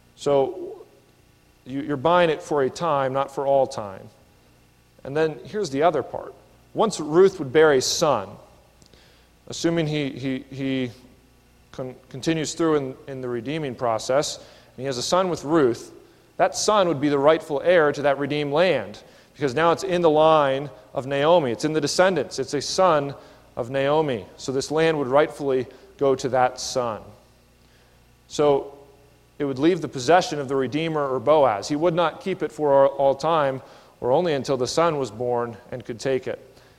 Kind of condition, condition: setting, large echoing room